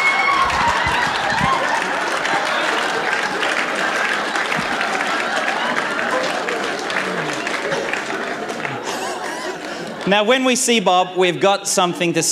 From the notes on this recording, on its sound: This presentation was recorded at a networking conference in Singapore where people were aspiring to manage their own group members.